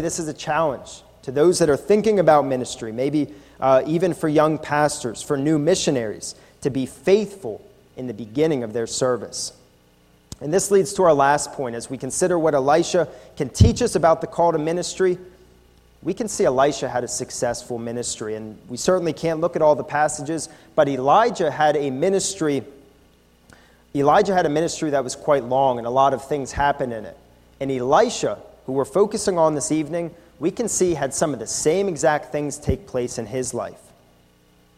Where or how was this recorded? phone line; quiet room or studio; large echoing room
large echoing room